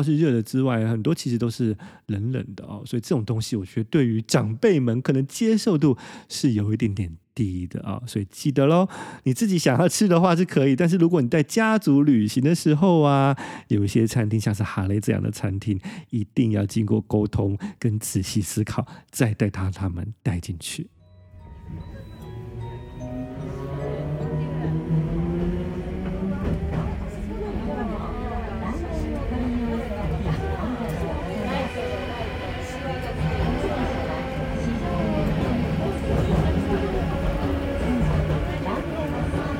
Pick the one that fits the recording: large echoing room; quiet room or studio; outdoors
outdoors